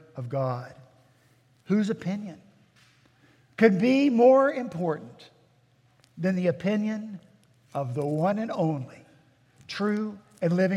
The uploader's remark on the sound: At Redeemer Presbyterian Church in Charleston, SC